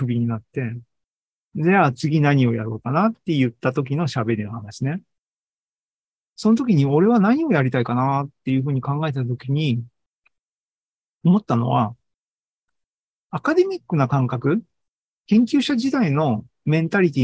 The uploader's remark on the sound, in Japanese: ZOOMライブの模様です。